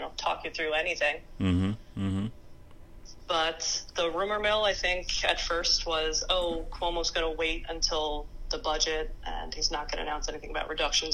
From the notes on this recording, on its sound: Candid phone conversation